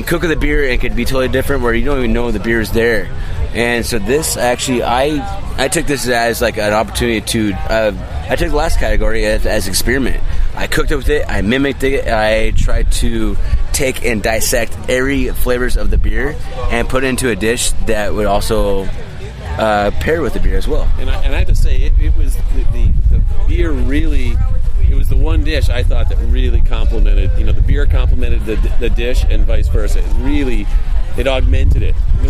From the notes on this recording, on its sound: Beer Sessions Radio at Brewery Ommegang’s Belgium Comes to Cooperstown beer festival